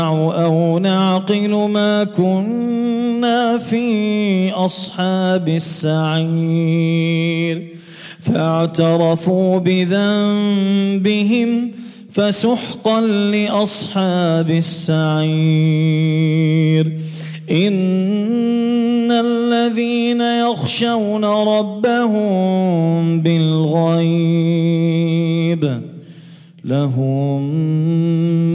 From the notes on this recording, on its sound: at the Houghton Masjid (West Street)